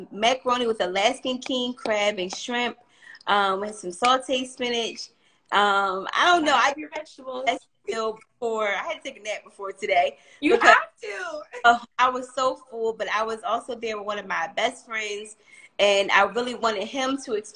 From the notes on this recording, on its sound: Instagram Live